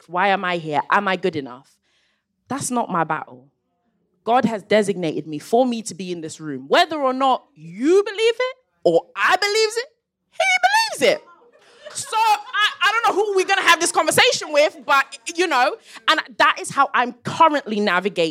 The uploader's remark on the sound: The live episode that was recorded when the cousins gathered at the Soho Theatre, for the first ever Closet Confessions LIVE! In front of a packed audience, before turning it over to the crowd for some mass messiness and group healing.